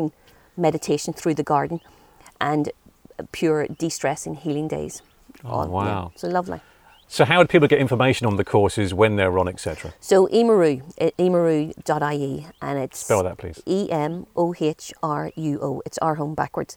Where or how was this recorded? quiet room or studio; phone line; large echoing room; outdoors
outdoors